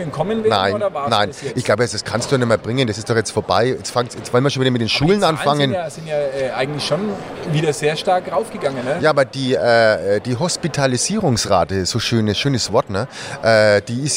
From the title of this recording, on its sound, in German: Die Stadtgrenzler live auf der Consumenta